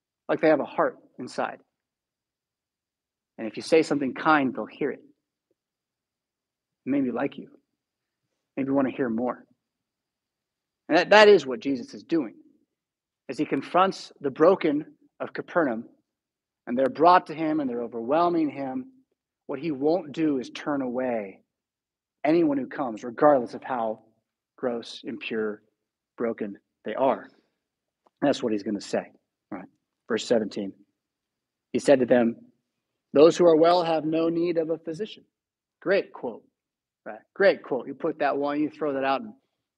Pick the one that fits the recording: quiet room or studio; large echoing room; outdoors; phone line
large echoing room